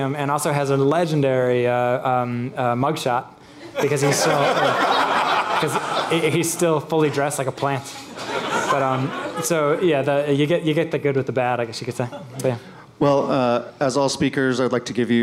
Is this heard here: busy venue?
yes